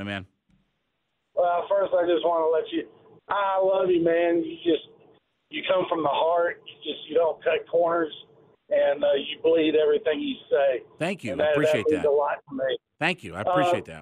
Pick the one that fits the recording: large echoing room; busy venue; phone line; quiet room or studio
phone line